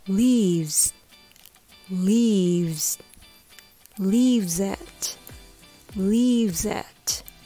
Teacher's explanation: V を発音する時も後に続く Z の発音でも空気がたくさん出ます · V も Z も両方とも振動の音です携帯電話のバイブレーションの音と同じです